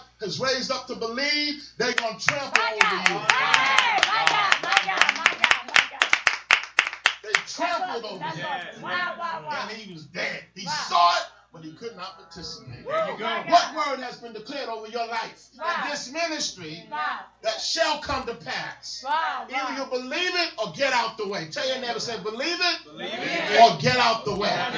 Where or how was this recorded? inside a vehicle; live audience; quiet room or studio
live audience